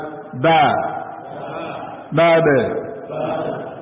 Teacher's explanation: Adapun huruf B, bibir atas dan bibir bawah bertemu. Bibir atas dan bawah menyentuh. Keluar dari situ huruf B.